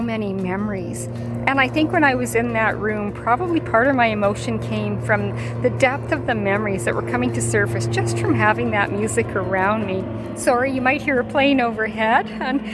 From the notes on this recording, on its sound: What started out as a quick late afternoon walk turned into a thought-provoking podcast recorded outside with nature. Please be forgiving of the occasional "hiss" that was coming from the cell phone recording, in addition to the sound of the plane overhead. It was an "on the spot" recording, direct from the heart.